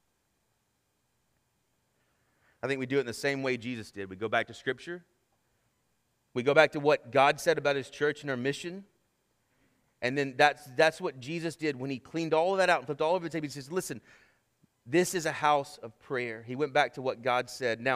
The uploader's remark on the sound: Sermon Audio from our Worship service